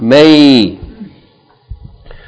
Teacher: the ya with sukun, if it's preceded by fatha, it's a diphthong